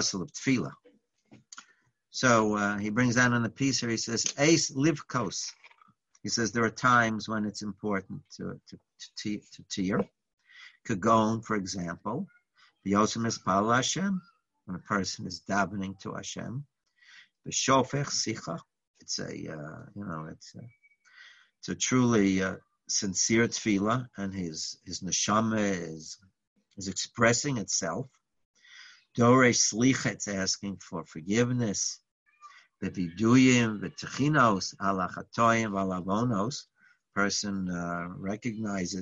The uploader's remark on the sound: Live On Zoom